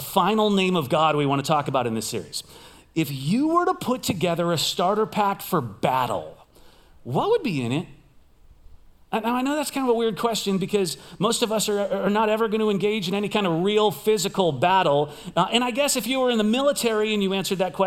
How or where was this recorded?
large echoing room